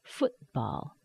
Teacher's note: Hold the T inside. Immediately make the B for the ball.